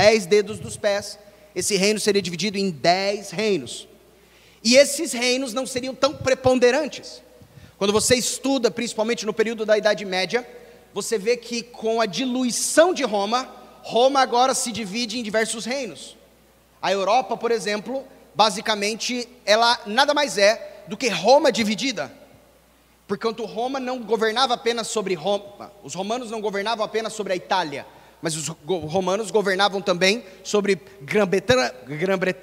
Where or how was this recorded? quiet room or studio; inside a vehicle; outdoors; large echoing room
large echoing room